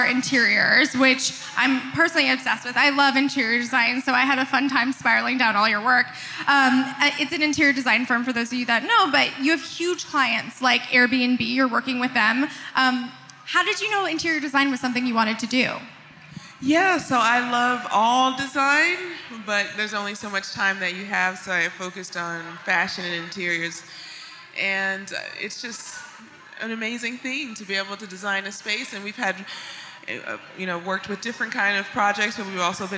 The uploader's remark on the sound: Live from Vision Summit. This minisode is coming live from the first ever Create & Cultivate Vision Summit. Took to the main stage for a keynote conversation.